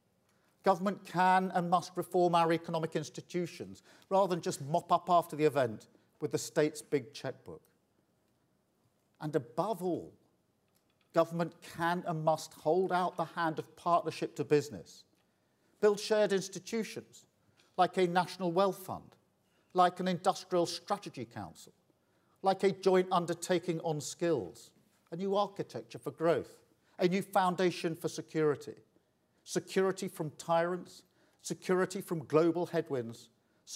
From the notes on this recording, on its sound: At the final report conference for The Economy 2030 Inquiry.